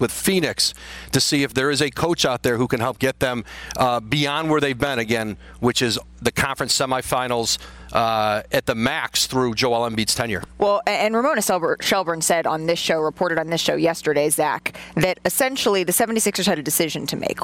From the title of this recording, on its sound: Live from the NBA Draft Lottery